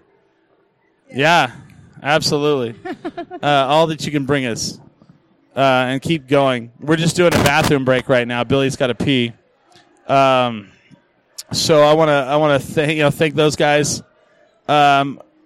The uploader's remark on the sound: The gang records a show from The Alibi's Untapped.